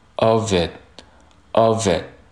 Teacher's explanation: 那 it 本身呢，最后的这个 t 仍然会被省略掉，这个 tsound，因为它是处在了句子的结尾